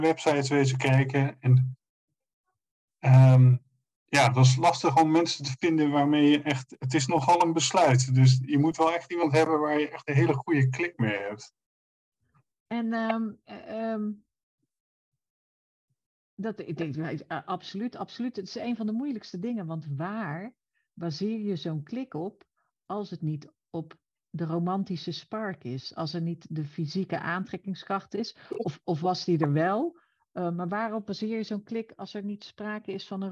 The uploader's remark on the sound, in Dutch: Helaas slechte geluidskwaliteit.